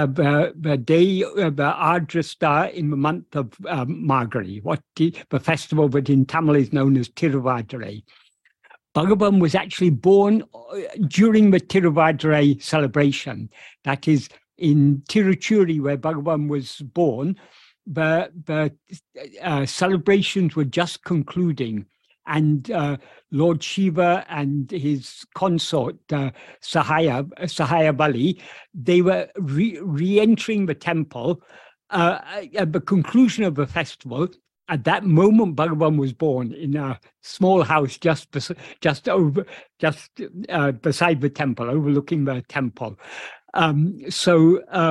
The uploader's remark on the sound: In a Zoom meeting with Ramana Kendra, Delhi, on 12th February 2023